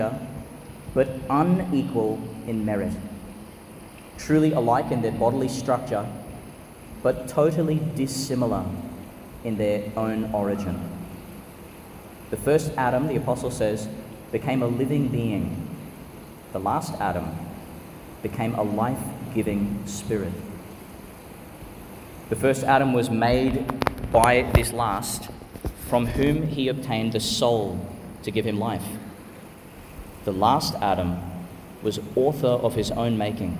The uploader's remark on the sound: delivered at Sacred Heart Church, Yeppoon, Qld.